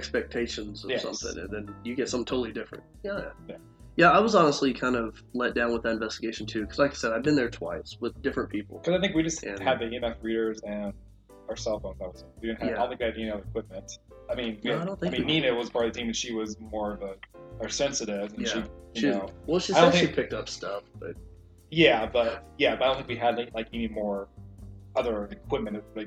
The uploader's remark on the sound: Minor audio quality issues.